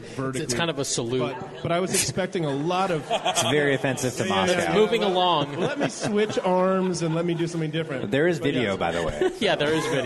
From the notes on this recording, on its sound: broadcast live from The Rare Barrel!